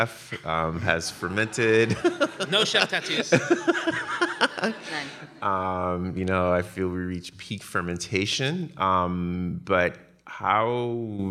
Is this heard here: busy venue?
yes